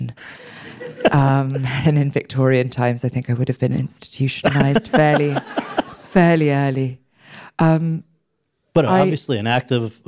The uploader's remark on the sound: LIVE. In front of an audience at Chapman Univeristy.